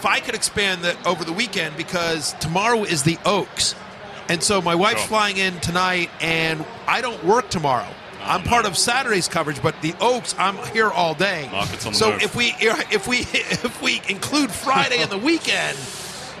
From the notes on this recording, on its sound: Live from Churchill Downs.